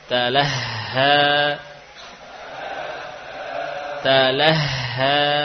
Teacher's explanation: letak makhraj ha bukan di sini, bukan di dalam dada, bukan di dada, namun di pangkal tenggorokan. Talaha, ringan, ringan.